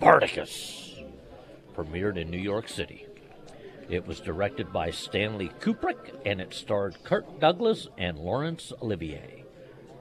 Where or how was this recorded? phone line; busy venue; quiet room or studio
busy venue